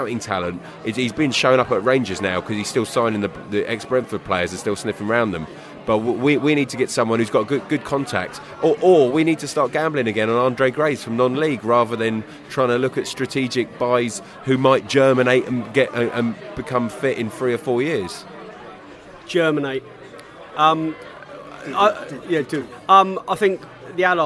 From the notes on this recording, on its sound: Burton Albion Pre-Match Podcast From the Pub.